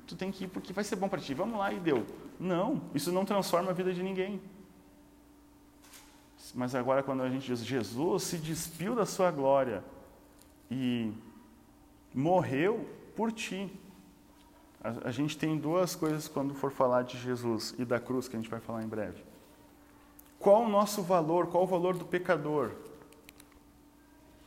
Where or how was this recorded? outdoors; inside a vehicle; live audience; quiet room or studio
live audience